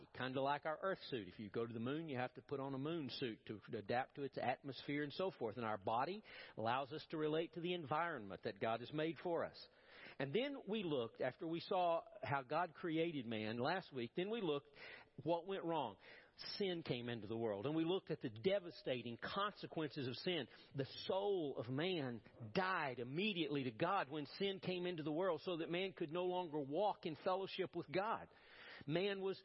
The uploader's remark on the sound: Preached at First Baptist Church of Powell.